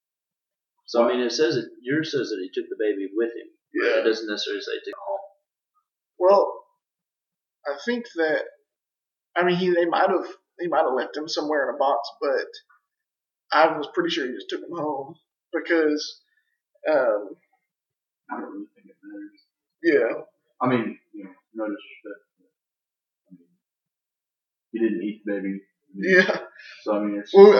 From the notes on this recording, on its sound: we had some technical issues that we explain at the beginning so bear with us on the sound quality